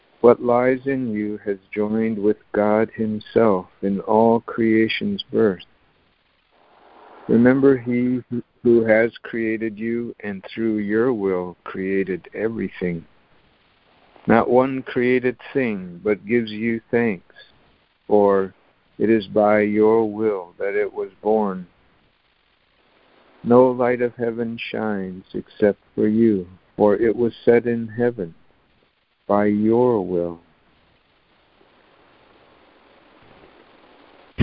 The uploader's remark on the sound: ACIM Daily Conference Call